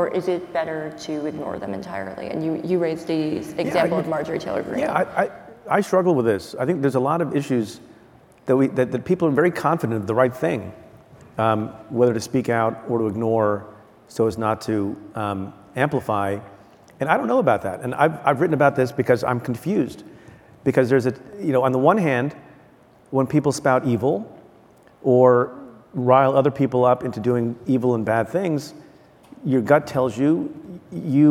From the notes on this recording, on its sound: Live at the Code Conference. At the Code Conference in Los Angeles.